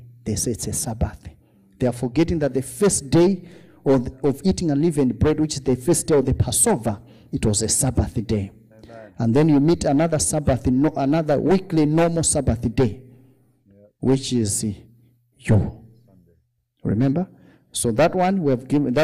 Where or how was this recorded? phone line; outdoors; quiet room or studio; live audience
live audience